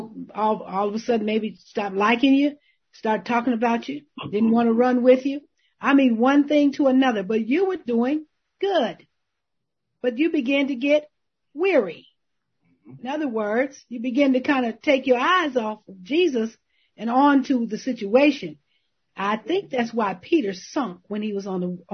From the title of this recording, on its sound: May 2021 Zoom Meeting